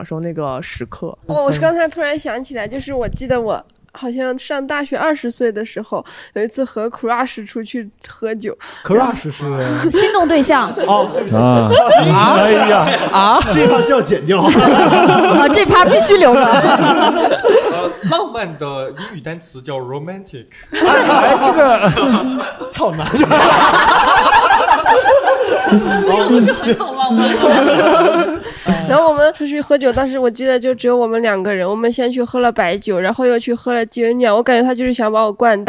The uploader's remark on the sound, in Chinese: 有观众自己背着酒壶来参加录制。这期台下坐了好多我的酒友喔。边喝边录。